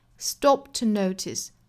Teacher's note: ever 之间连读，我们加一个小小的 w 的发音。Did you ever stop to notice? Stop 尾部这个 p 的发音和后面 to 的这个 t 的爆破音，两个爆破音相遇，我们把前面一个爆破音失去爆破啊，所以说只摆口型，但是不 p 出来。 Stop to notice, stopped,而不是 stop to 这个 p 的音呢，我们把它憋住了。Did you ever stop to